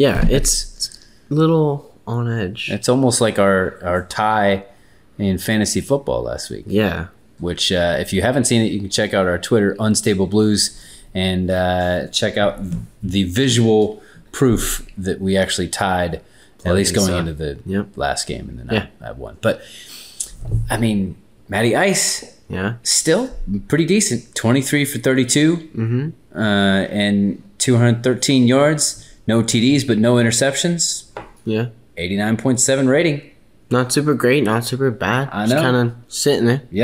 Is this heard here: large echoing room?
no